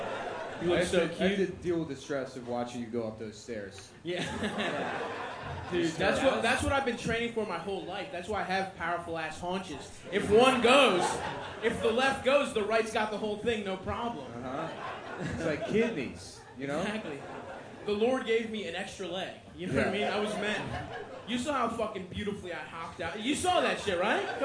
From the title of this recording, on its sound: Live show